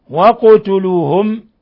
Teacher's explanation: قاف ساكنة تقلقل لأنها من حروف قطب جد الخمسة التي تقلقل